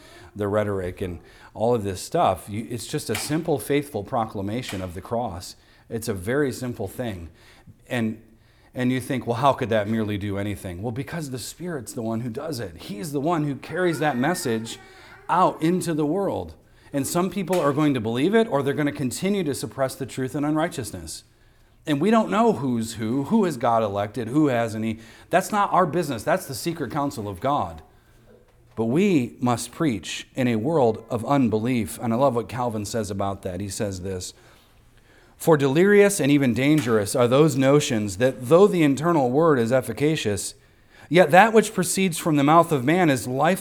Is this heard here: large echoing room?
yes